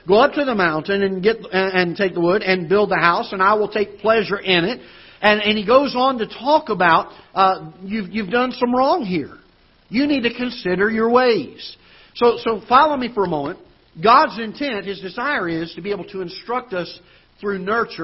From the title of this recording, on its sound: Ketha Heights Baptist Church ~ Live Broadcast